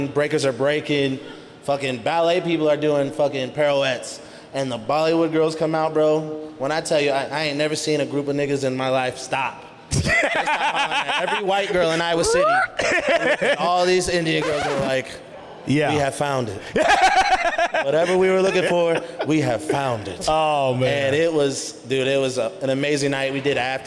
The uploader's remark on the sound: They're coming to you live from Unimpaired in the heart of Iowa City. It's their very first podcast in front of a live audience.